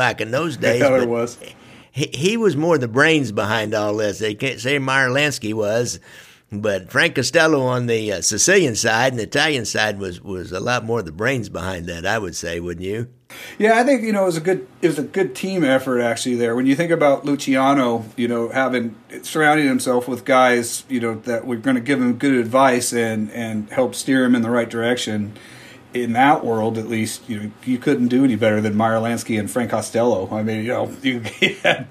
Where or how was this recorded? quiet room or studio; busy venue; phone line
quiet room or studio